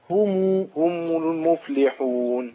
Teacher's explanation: لا ما تقولش همي، همي كسرت الميم، هم ضم الشفة